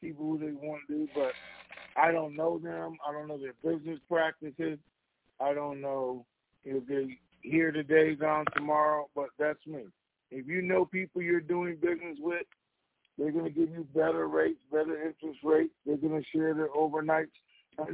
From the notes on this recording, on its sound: TNTSuperfantastic Conference Call.